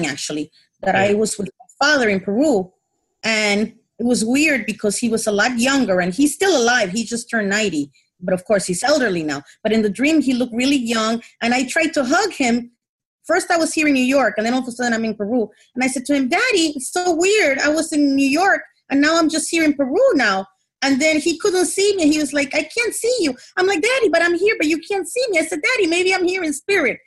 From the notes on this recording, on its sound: Spiritual Development Class held online via zoom.